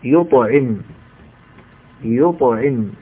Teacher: الطاء هنا ساكنة مقلقلها لأنها من حروف قطب جد · Term: القلقلة الصغرى